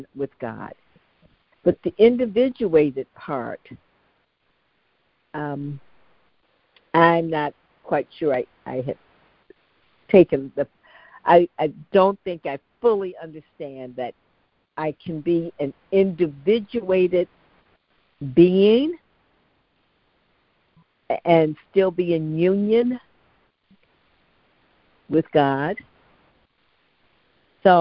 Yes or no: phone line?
yes